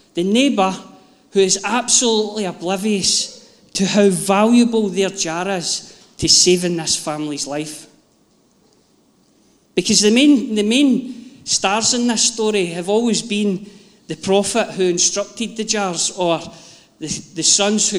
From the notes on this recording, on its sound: Live from our Sunday gathering on 17/07/22